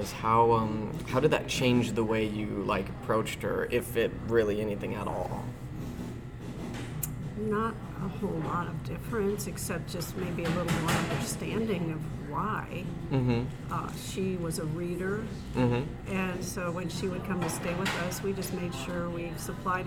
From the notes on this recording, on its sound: On the Road w/ The Wife's Grandma. Apologies for the loud background noise.